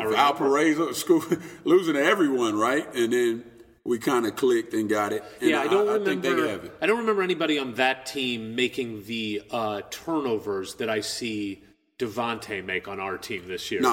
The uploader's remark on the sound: They set up their solitary microphone in a big, weird, room with terrible acoustics next to a basketball gym. Surrounding themselves with a wall of tumbling matts to dampened the echo. Sat down on some folding chairs.